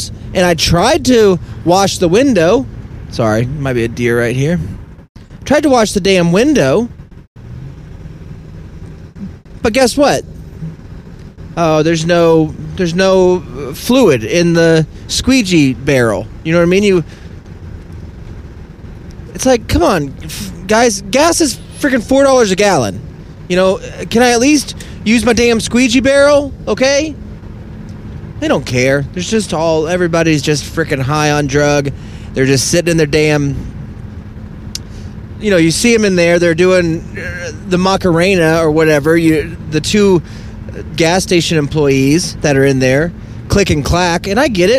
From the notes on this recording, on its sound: all while driving without being able to see